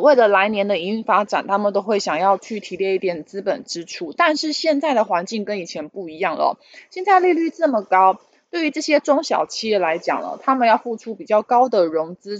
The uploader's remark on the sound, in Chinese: 本集有些許雜音，已亟力避免，如有察覺請多多包涵